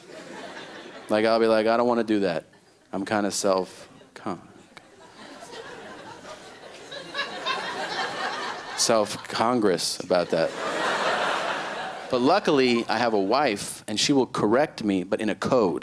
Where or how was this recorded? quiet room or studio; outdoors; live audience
live audience